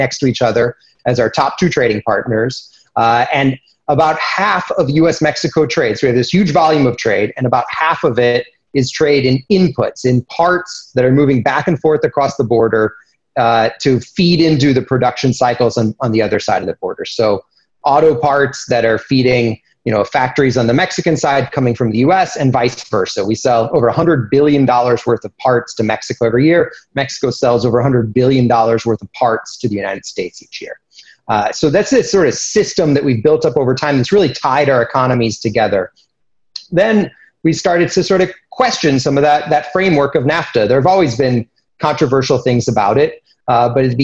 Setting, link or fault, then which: link, video call